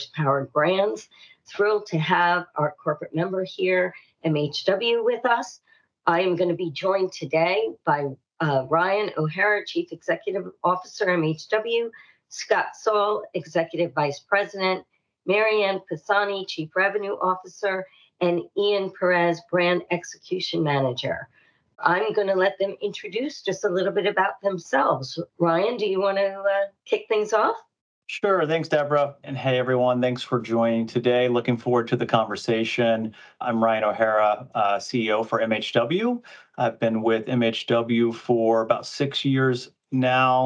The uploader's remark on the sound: annual webinar discussion